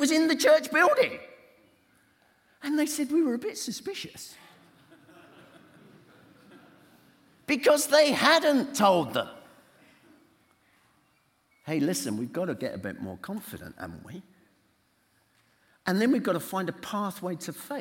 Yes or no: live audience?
yes